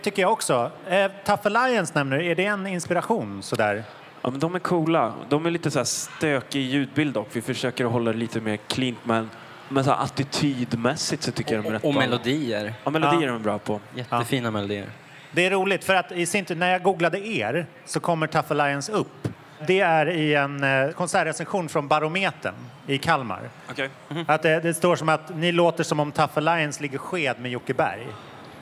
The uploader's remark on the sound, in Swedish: Mitt under pågående Popaganda-festival släpper vi en special-Pop-panel inspelad under förfesten på Trädgården.